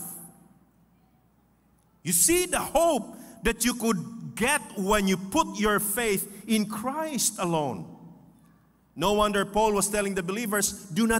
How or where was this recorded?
live audience